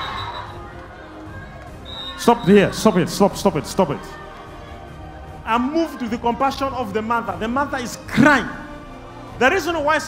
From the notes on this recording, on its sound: Instant Healing Miracles during a Live Service at ECG Church.